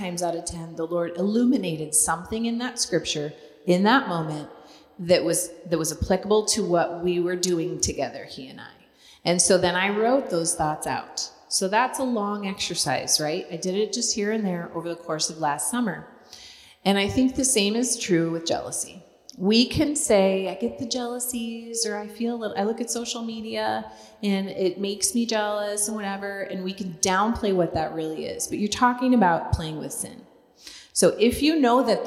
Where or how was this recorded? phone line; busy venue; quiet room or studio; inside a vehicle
busy venue